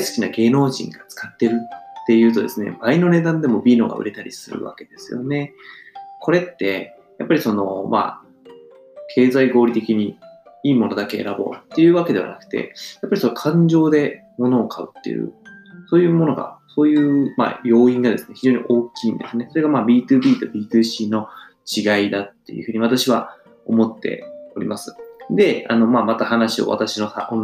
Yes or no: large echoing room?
no